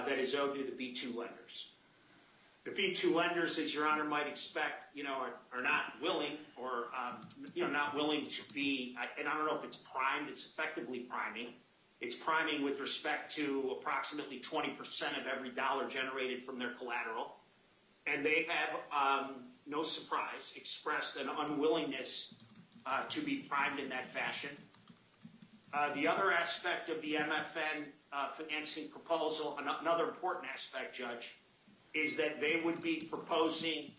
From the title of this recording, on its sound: U.S. bankruptcy court hearing audio